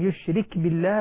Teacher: يشرك بالله الكاف ساكنة لا نضمها ولا نفتحها